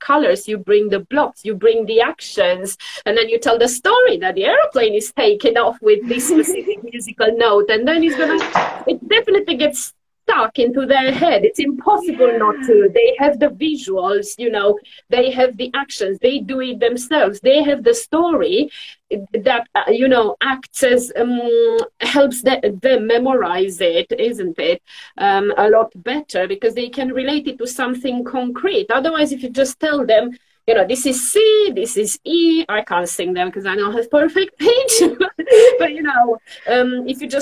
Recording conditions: video call